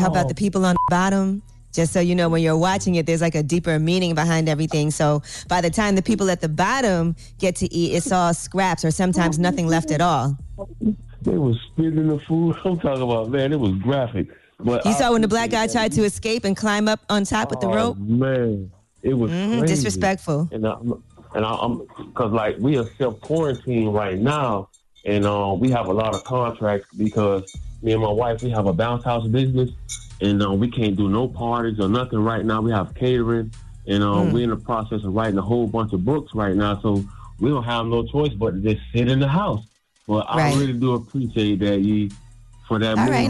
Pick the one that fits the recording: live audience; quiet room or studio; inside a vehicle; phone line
phone line